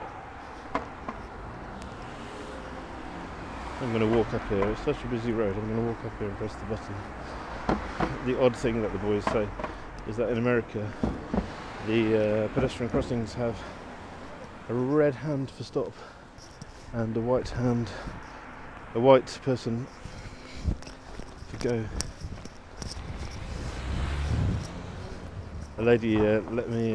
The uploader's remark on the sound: Walking home from the T. Here are a selection of short audio clips, often recorded on the move as I'm traveling, these include letters to home from our new life in Pittsburgh, but also postcards from other places.